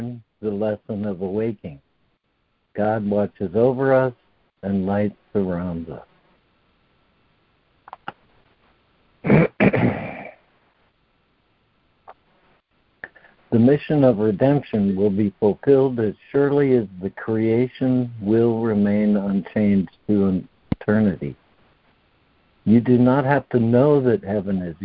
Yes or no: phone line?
yes